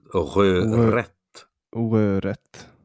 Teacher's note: Alltså det är skorrande R i början och ett vanligt tungspets R i mitten på ordet.